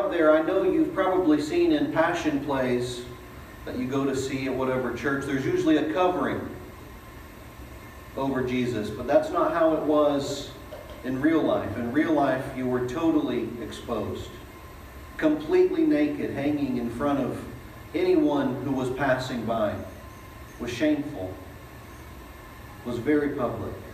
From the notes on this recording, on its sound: Delivered at East Eleventh Street Baptist Church